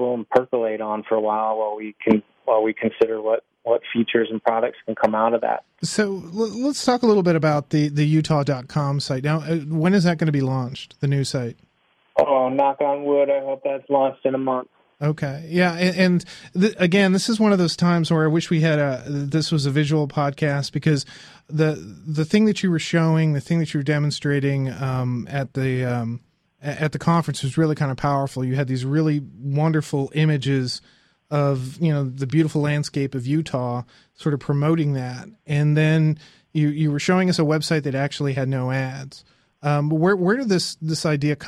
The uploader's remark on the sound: A follow-up phone interview to a recent podcast.